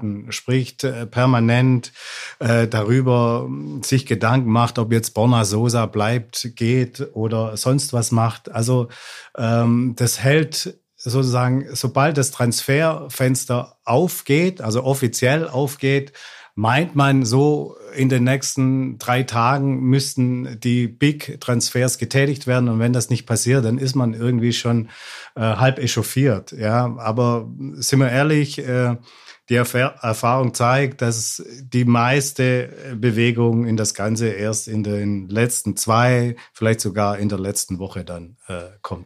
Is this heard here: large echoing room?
no